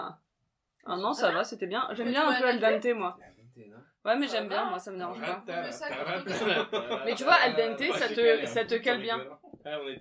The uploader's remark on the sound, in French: Désolé par avance pour le son, dans quelques épisodes, ça sera mieux !